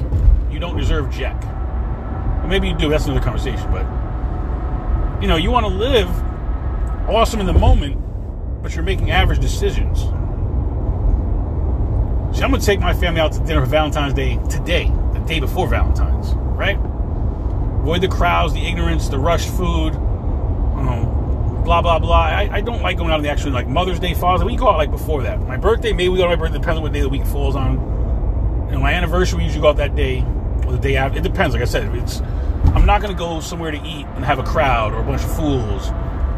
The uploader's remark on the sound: In this CarCast